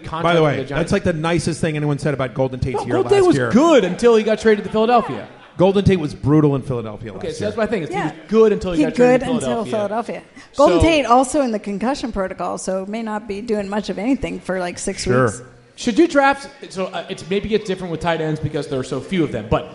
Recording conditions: busy venue